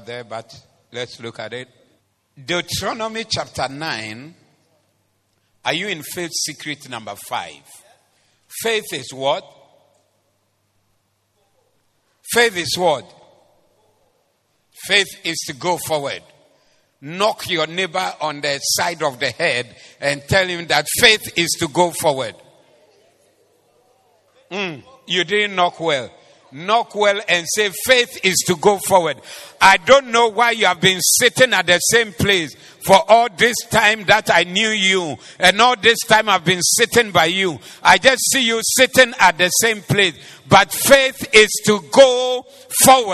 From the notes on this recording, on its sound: Preached at the Doxa Service